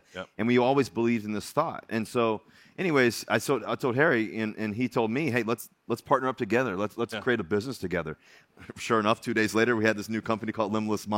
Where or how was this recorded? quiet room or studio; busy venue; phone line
busy venue